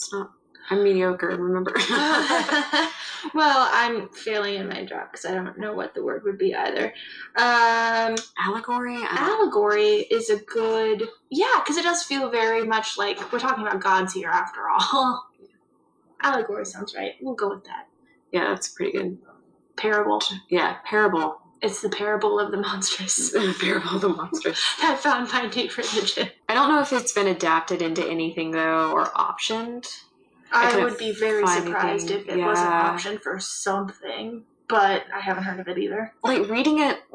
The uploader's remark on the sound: Through audio issues untold the lost recordings are retrieved from the GTC vault.